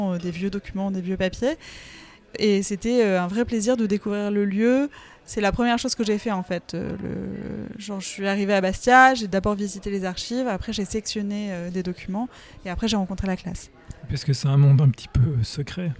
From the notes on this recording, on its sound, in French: Aux Archives de Corse. Un échange enregistré lors de l'édition 2023 du festival BD à Bastia.